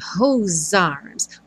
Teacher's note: Como o é do whose não é pronunciado, você imagina que o whose termina com som de S, já vai juntar no arms, então, com som de Z.